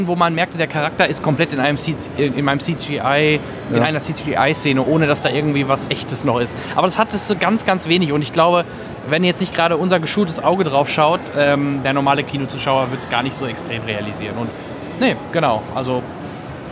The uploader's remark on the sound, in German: Im ersten Part gibt es ein Live Bericht von der PV in Köln